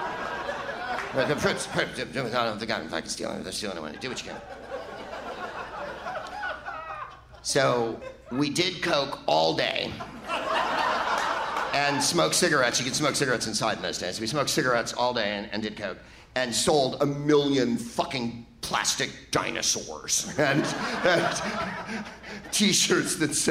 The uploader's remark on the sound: Live from the Varsity Theater in Minneapolis